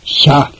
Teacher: Sha. Is low in tone. Sa. Is low in tone. Ah. Is low in tone. Yeah. Is also low in tone.